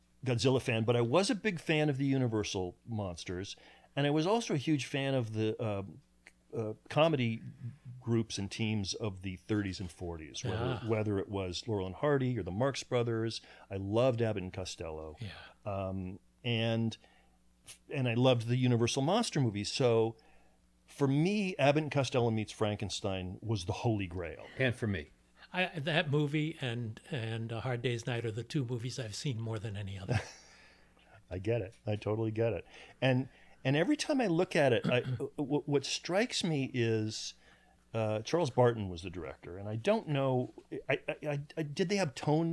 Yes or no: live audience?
no